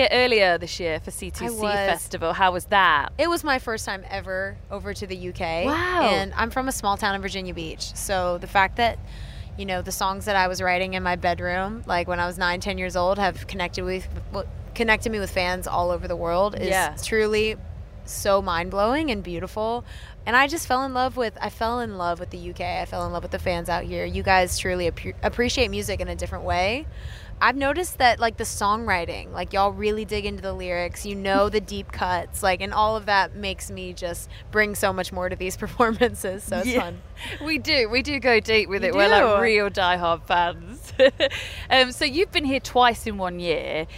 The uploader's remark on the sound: backstage at The Long Road Festival at Stanford Hall, Leicestershire